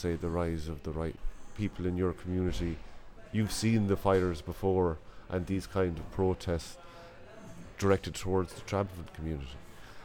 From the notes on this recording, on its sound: Invited to the Hedge School festival down in Doolin to interview some of the line-up. Hedge School is an artist run, not for profit festival for those who need to create. With music and literary workshops during the day and live performances at night.